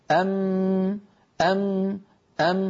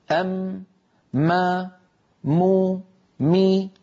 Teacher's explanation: أم هل لاحظتم هذا الصوت الأنفي الذي يمر من خلال الأنف؟ إذن مجموع هذين العملين تصادم الشفتين ومرور الغنة من الخيشوم، مجموع ذلك يشكل لنا حرف الميم. أم ما مو مي فدائما الميم فيها غنة كما رأينا ذلك.